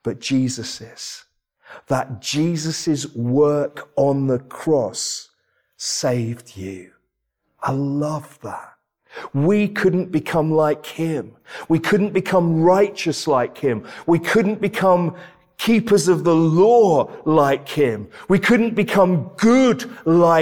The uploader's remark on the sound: This sermon was preached at Welcome Baptist Church